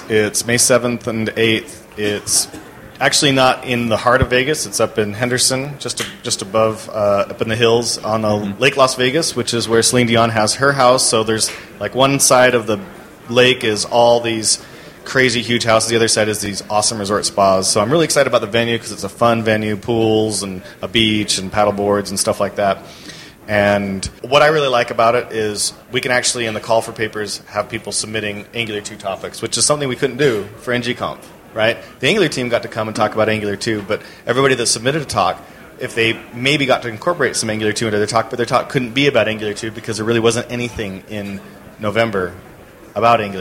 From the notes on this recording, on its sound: Live from ng-conf 2015! Live from ng-conf 2015!